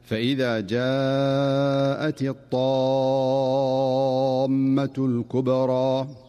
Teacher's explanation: فالطاء هنا حرف قوي مستعل مطبق، فلا تؤدى الطاء قريبة من التاء